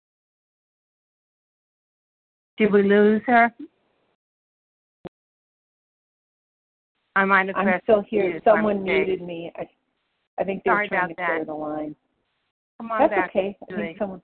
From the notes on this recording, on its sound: the 100 Pounders Phone Meeting